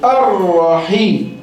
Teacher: لم شمسية مضغمة في الراء المفتوحة